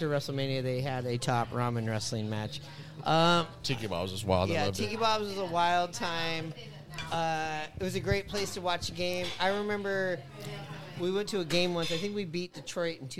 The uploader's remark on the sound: Live from the Sloop Tavern